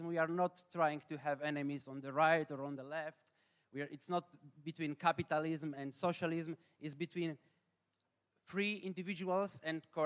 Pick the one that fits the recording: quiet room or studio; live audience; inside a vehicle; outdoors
live audience